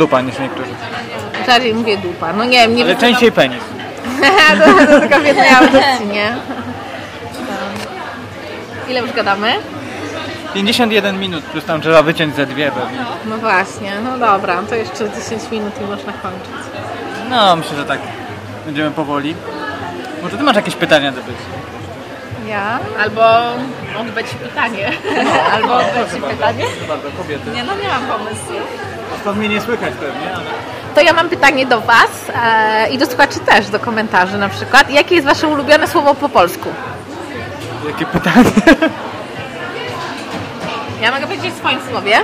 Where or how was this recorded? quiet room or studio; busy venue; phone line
busy venue